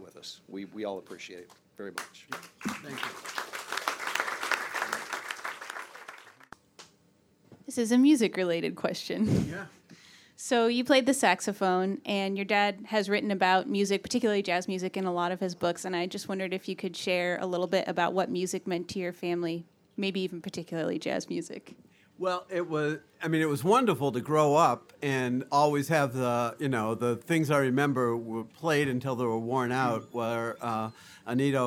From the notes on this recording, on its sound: Recorded live at the legendary Red Key Tavern, January 2, 2017.